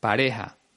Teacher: Ricky Martin dice pareja, con el sonido de la J muy suavizado